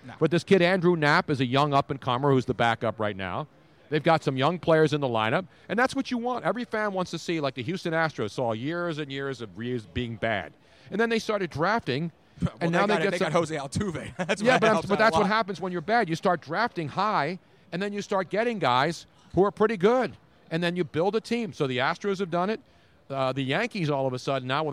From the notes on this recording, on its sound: We were LIVE from the #NFLDraft2017 Philadelphia. 6 hour Draft Fest LIVE from the Draft Headquarters in Philadelphia.